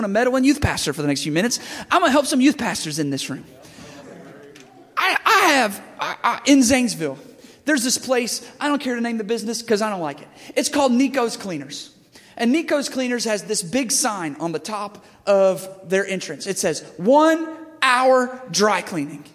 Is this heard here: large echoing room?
yes